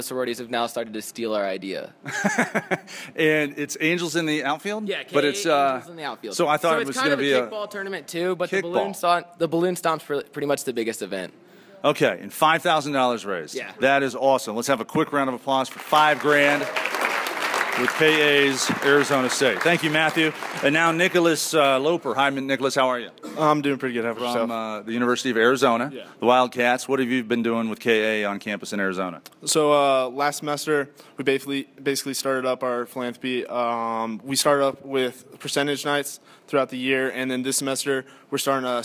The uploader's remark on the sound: Our show begins with a live studio audience at the University of Nevada Reno with the West Coast Order of Kappa Alpha.